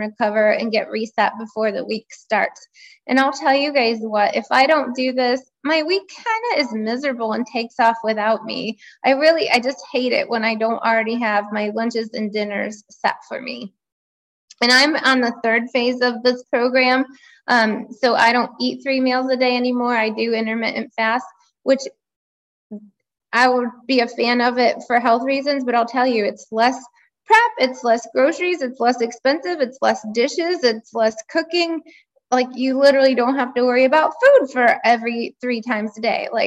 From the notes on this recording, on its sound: This was a live Zoom call with actual 90/10 Lifestyle participants.